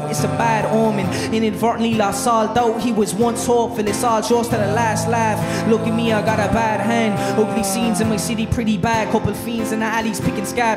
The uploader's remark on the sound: TradFest 2024 - Arena Special. Live from Dublin Castle.